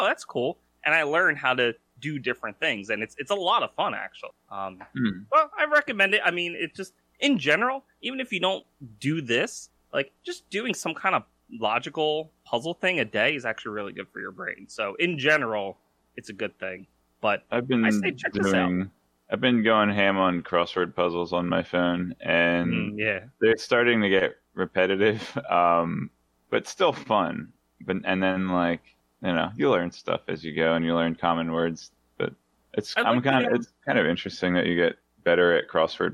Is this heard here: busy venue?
no